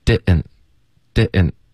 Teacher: 所以 didn't 会有一个喉音停顿